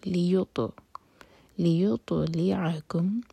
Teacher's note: تو پر سکون، تو کو ہم باؤنس کریں گے